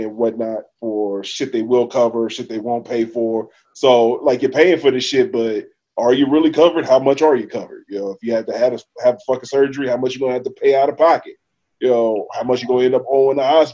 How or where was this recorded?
video call